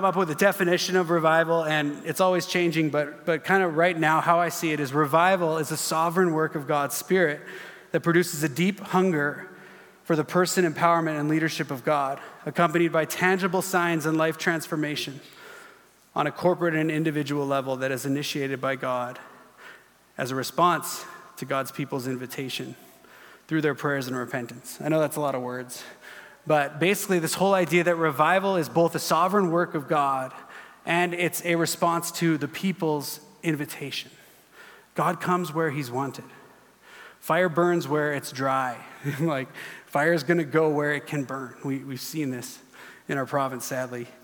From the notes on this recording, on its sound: At our Edmonton Gathering in June, 2023 at Gateway Family Church